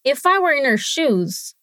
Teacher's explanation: The strongest linking sound here in this sentence is in the words in her shoes, which becomes inner shoes in the middle of the sentence